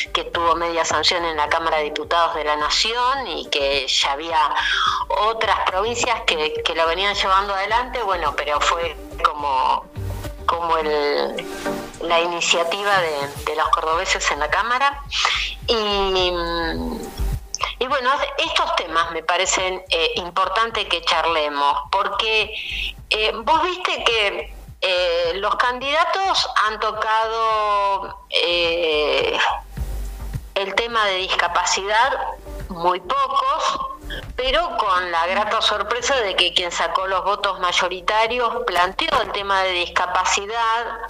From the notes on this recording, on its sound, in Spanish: Estuvo con nosotros vía telefónica